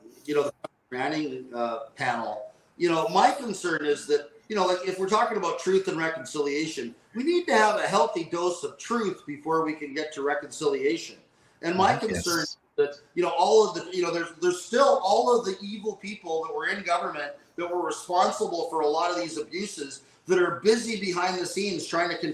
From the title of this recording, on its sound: Alberta Prosperity Project Webinar